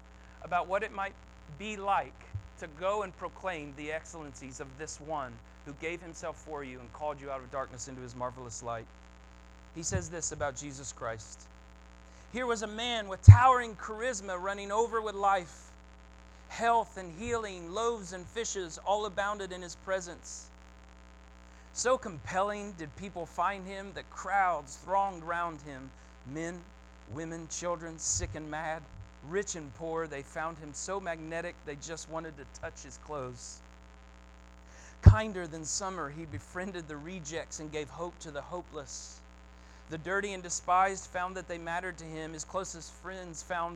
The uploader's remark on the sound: 8-28-22 Sunday Morning Sermon Audio